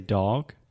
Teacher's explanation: maybe I am exaggerating the duration a little bit when I say dog, and perhaps that is my southern accent coming out